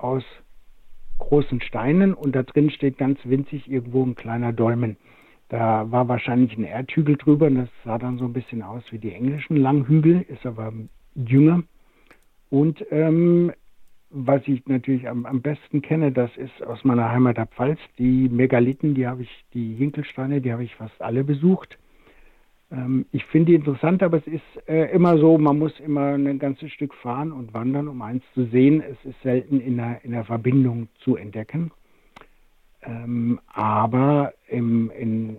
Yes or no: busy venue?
no